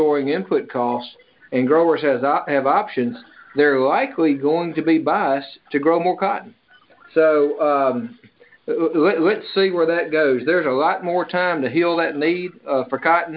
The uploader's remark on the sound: Oct 2021 Monthly Conference Call